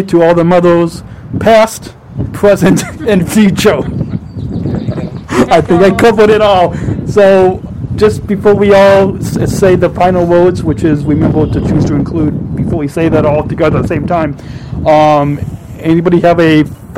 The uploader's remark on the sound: Recorded LIVE From Salt Creek Trail.